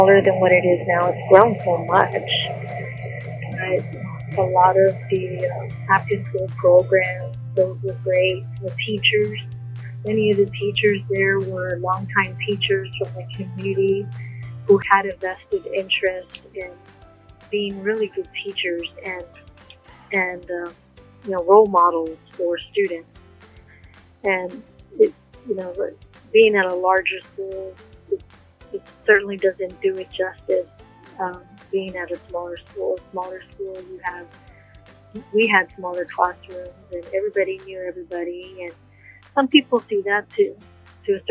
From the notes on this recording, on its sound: Sincere apologies for some of the sound quality. Cell phone interviews has its challenges.